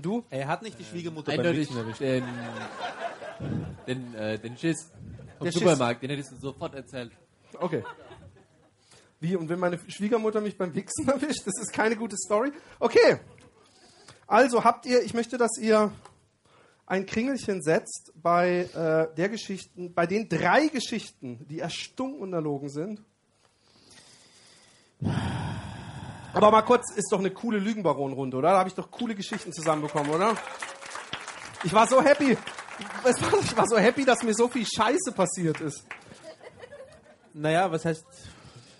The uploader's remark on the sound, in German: Weinheim Live